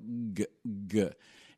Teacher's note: you feel just a little tension, just a little vibration in the larynx, in the Adam's apple, g, g. And that engages the vocal folds.